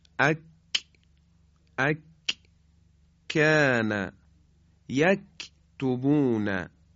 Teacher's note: همزمان راه بینی هم چیه بسته میشه و محکم حرف کاف تلفظ میشه به این شکل: اک اک کان یک دوبون.